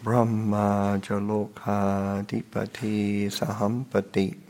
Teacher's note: So it's like a beginning, that Brahma, so a long, like one full syllable. Ma is a full syllable, cha half syllable, lo is a full syllable, ka full syllable, dipati two halves and a full syllable, sahampati, so a half syllable, full syllable, and two half syllables.